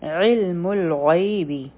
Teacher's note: عین به د حلق نه وایو غی حروف لین دی په غین باندې فتحه په یا سکون